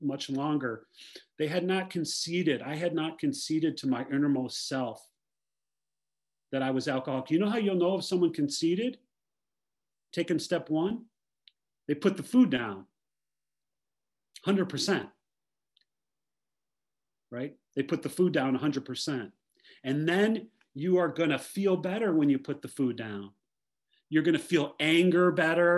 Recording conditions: video call